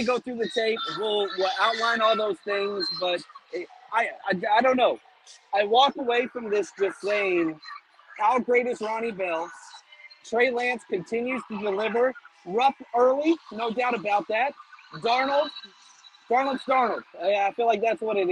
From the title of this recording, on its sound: Live From Levi’s